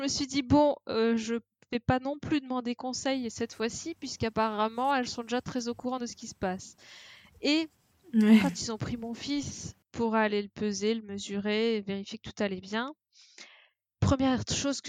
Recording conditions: poor sound quality